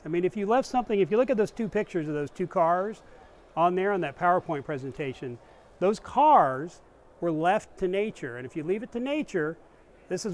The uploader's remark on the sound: discussion at the 2019 Southwest car wash show in Arlington Tx.